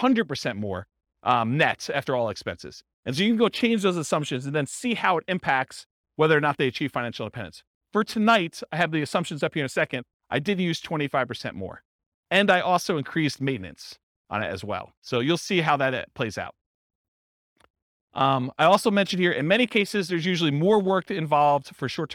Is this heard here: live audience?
yes